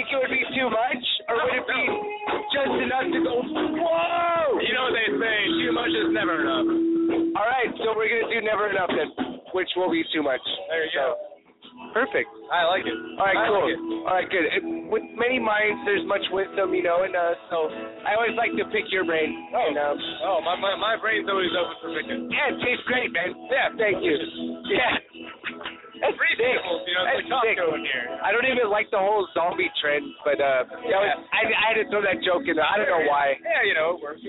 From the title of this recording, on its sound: live at the Old Towne Pub